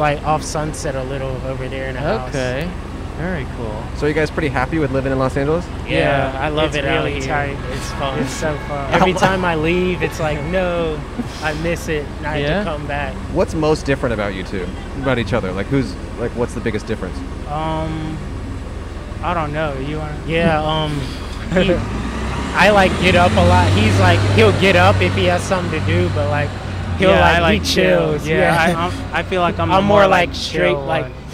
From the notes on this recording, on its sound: Recorded on 4/16/21 on Hollywood Blvd in Hollywood, California.